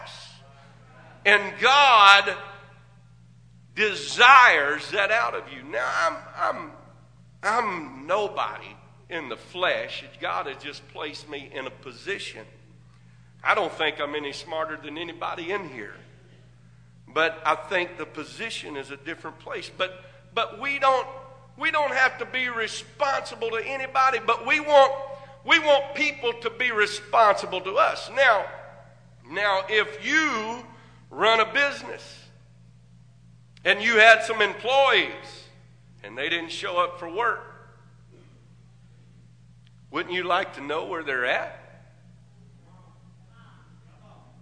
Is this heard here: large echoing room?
yes